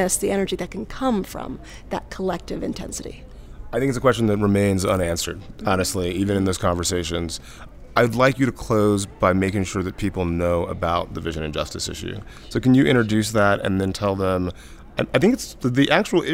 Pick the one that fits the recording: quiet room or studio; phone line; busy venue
busy venue